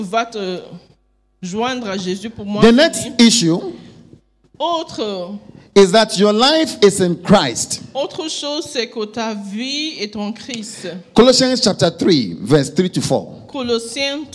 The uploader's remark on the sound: Preached during Joyful Hour Sunday Service Rabat